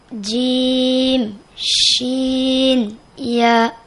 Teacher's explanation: ছয় নম্বর মাখরাজ জিহ্বার মধ্যখান তার বরাবর উপরের তালুর সঙ্গে লাগাইয়া সেখান থেকে তিনটি হরফ উচ্চারিত হয়।